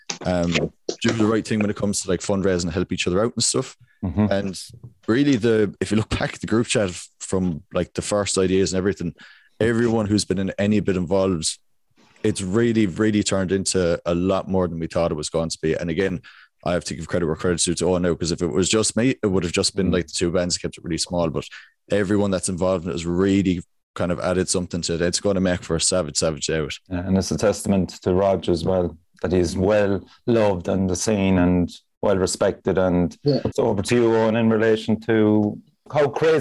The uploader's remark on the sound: organised a Podcast via Zoom